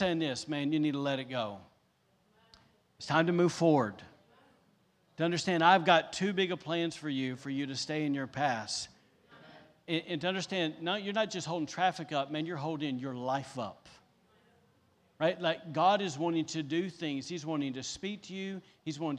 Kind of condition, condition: setting, large echoing room